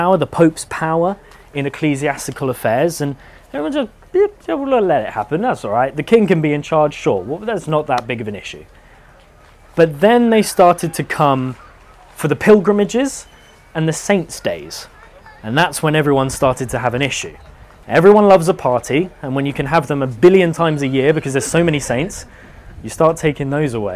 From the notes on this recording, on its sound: Live at Chalke Valley History Festival 2023. In this talk, recorded live.